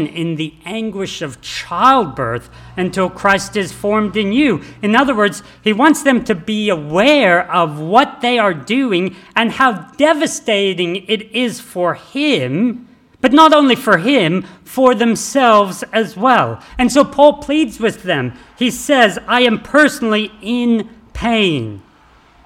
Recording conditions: large echoing room